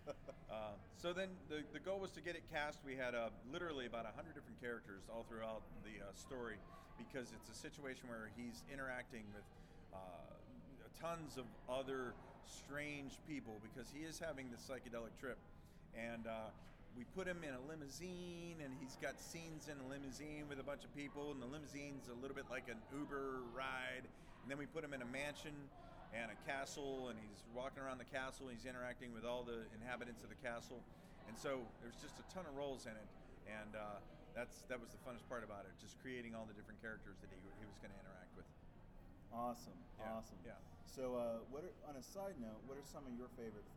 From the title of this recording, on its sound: Live From Grossfest